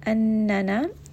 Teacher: نون with a شدة، meaning that this is going to be extra غنة. So we are going to make sure that we bring this up into the nose and give it double emphasis because of the شدة here on the نون.